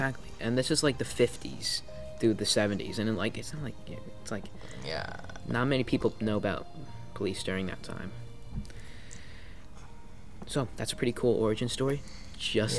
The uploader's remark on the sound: Background Noises Included.